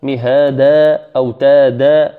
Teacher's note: عوضا من التنوين نقف عليه بمد طبيعي · Term: المد العوض